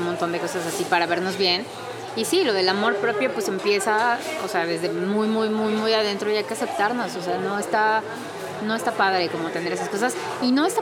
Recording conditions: busy venue